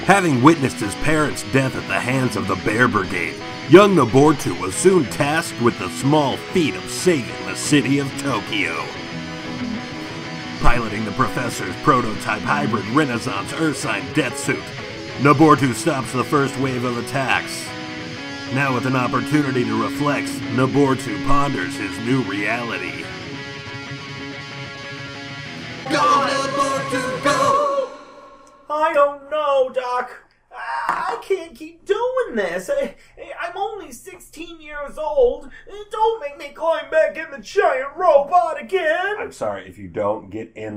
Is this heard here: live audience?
no